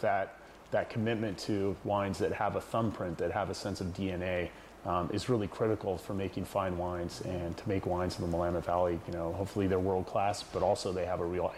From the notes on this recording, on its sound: This video contains a bit of static audio.